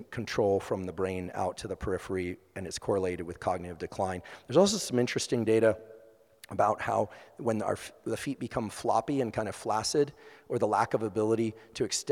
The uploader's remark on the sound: LIVE EVENT Q&A. Recently I had the pleasure of hosting a live event in Chicago, IL.